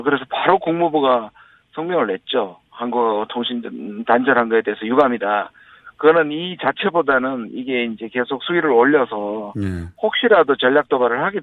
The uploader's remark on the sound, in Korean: 전화연결